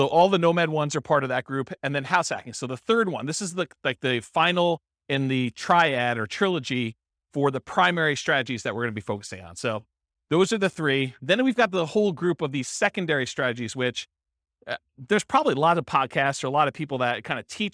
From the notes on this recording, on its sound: This was a live class recorded